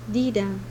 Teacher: The personal endings of verbs stressed.